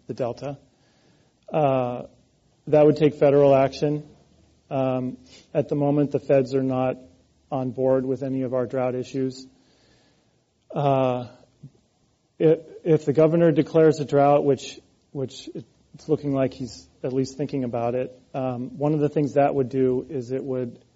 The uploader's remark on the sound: This program was recorded in front of a live audience at The Commonwealth Club of California on January 10, 2014